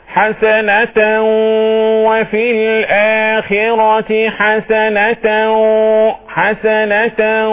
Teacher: ادغام بغنة، والغنة مخرجها الخيشوم، العلة او الحركة الانفية. يبقى هكذا تقرأ، اذا الغنة تضعف من الادغام.